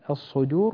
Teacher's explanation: نرقق حرف الدال، الصدور وليس الصدور، لا نجعلها مثل الضاد